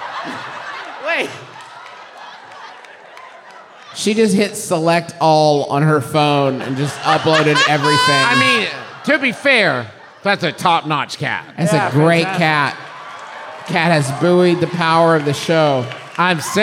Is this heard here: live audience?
yes